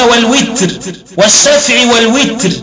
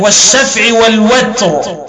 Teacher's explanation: قرأ حمزة والكسائي بكسر الواو فيقولون والوتر والشفع والوتر، وقرأ الباقون بالضد وهو الفتح